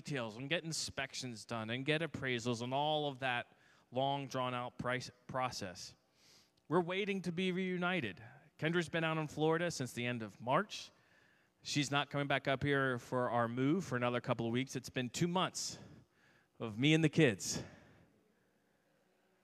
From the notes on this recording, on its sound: This message was first preached on 5/15/2022 at Linglestown Life Church in Harrisburg, PA.